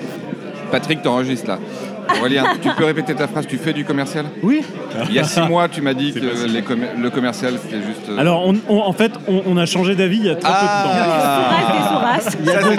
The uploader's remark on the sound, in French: enregistré au Renoma Café (avenue George V)